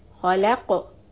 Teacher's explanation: So kha is heavy letter, kha, lam soft, khala. And then qaf has a sukoon, we do a bounce called qalqala